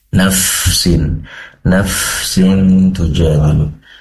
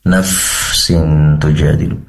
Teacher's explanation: Terkait huruf fa, nafsin, nafsin tujadilu, pastikan mengalir, yaitu nafasnya atau udaranya. Dan ujung untuk melafalkan huruf fa semacam ini adalah dengan menempelkan ujung gigi seri atas ke perut bibir bawah.